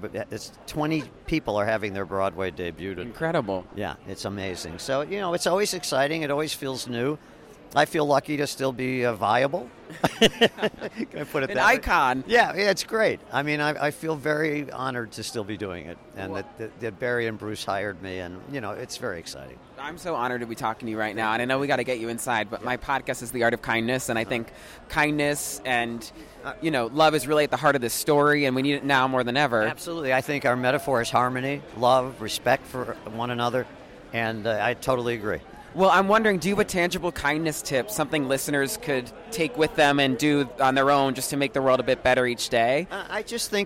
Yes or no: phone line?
no